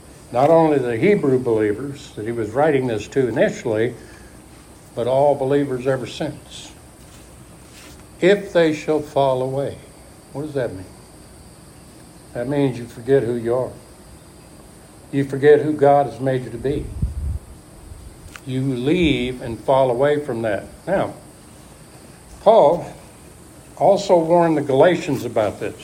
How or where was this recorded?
large echoing room